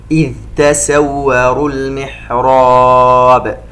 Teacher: الذال الساكنة نعطيها صفة الرخاوة كي لا تقلقل أولا، ويجب أن ننتبه أن لا نضغمها في التاء عند القراءة بسرعة، ولا نقول إذ تسوروا هكذا، حفص يظهرها إذ تسوروا المحراب.